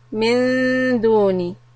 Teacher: Soft noon. The إِخْفَى is soft and the tip of the tongue is ready for dal.